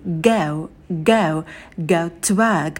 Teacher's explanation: Далее у нас дифтонг «эу», «эу», такой передний.